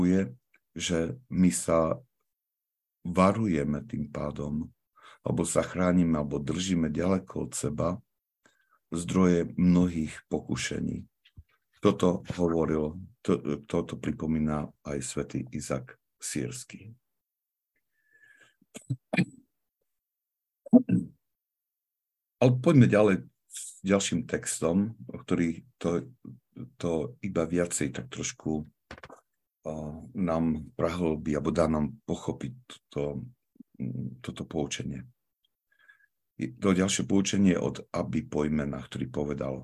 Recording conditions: video call